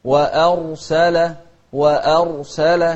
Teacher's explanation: شوف الهمزة مرققة بعدها الراء مفخمة